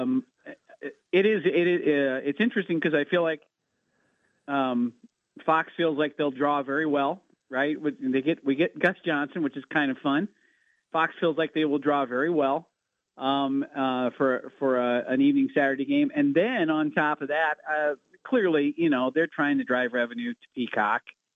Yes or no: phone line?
yes